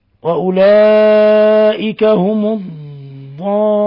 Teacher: مد لازم كلم مثقل، يمد ست حركات عند سائر القراء وجوبا